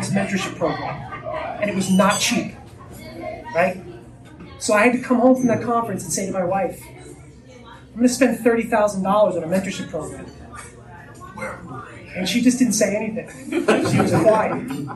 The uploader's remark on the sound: At an in-person real estate investor meet-up. This LIVE was recorded at a Real Estate Investor Meet-up Presentation.